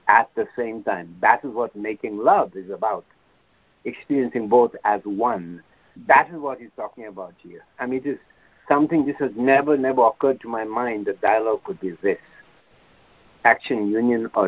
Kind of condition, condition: link, phone line